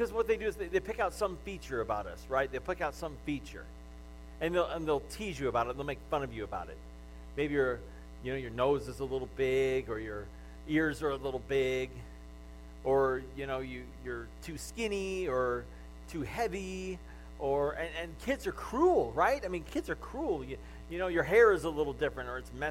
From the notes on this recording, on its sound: The audio of the message from Palm Sunday weekend at GFCC.